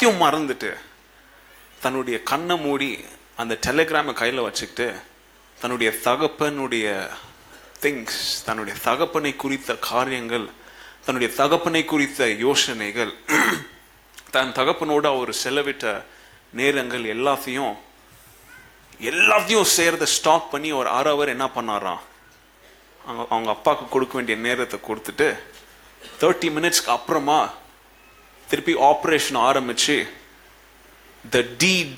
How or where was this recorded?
large echoing room